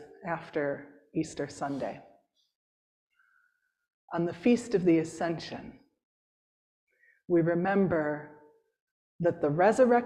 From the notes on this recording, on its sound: Preached at St. James’ Episcopal Church in Hyde Park, NY.